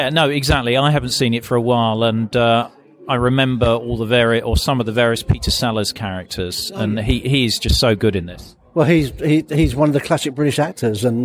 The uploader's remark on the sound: Today is a short bonus episode I recorded at the weekend while at a film showing of Dr Strangelove in a former UK Regional Seat of Government Bunker in Cheshire. Film Screening in a Nuclear Bunker.